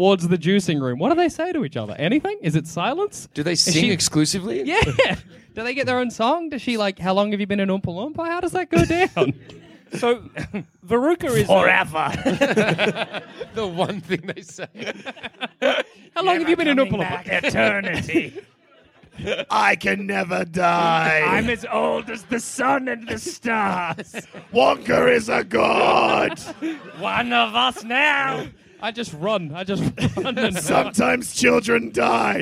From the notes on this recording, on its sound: Recorded from Melbourne Fringe in 2017